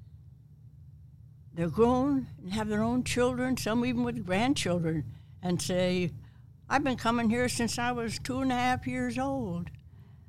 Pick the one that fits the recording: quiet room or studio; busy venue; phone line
busy venue